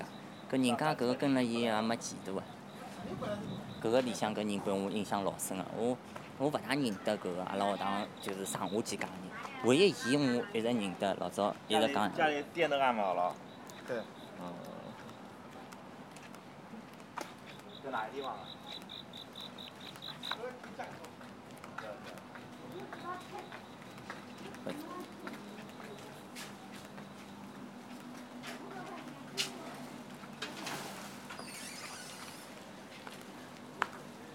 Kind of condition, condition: setting, outdoors